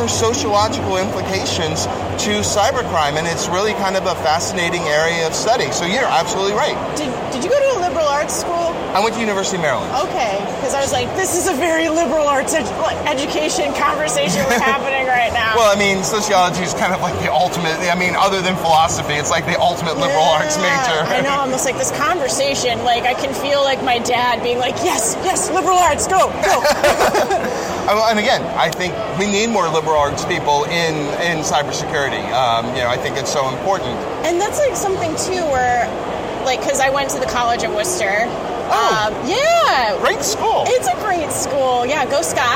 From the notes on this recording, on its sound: We sat down (or rather, stood and leaned against a wall away from noise). Interesting talks at RSA.